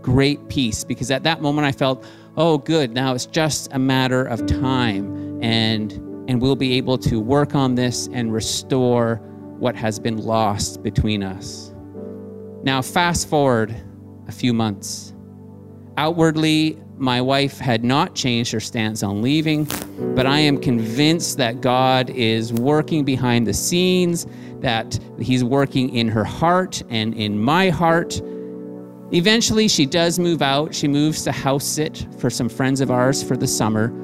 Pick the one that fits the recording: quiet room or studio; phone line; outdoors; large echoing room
large echoing room